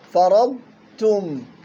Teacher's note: أيوة فرضتم ينتبه للضاد مع التاء فالضاد لها صفة الاستطالة ومستعلية والتاء مرققة مظهرة